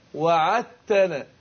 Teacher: فهنا أدغمنا الدال في التاء · Term: ادغام متجانسين